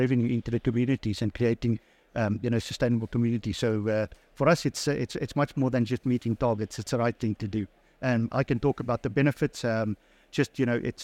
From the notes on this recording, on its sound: Recorded live at ADIPEC 2023